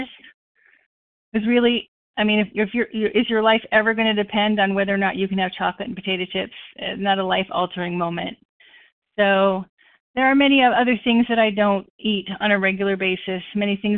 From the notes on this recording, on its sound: the 100 Pounders Phone Meeting